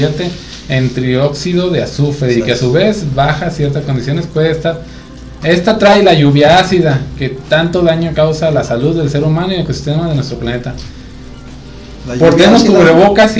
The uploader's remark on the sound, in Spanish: En vivo Fallido. Esperamos mejorar el audio.